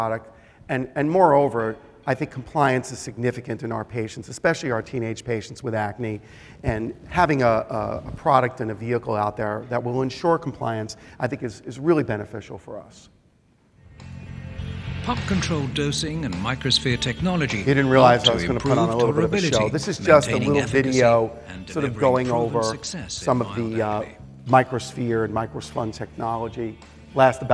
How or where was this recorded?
live audience